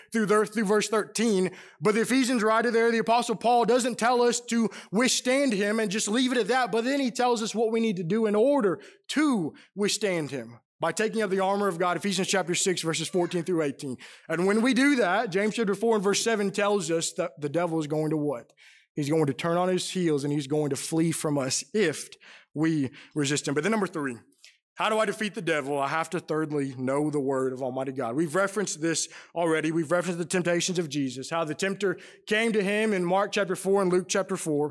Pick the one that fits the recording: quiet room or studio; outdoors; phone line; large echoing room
large echoing room